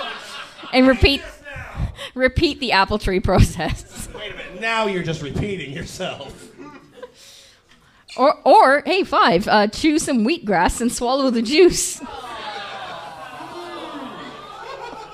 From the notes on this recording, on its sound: The audio presented here is the full live show itself